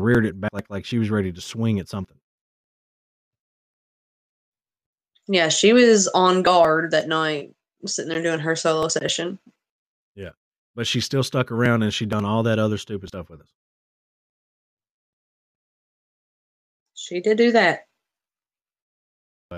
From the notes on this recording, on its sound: We realize that the audio in this episode is glitchy and are working to resolve the issue in future episodes.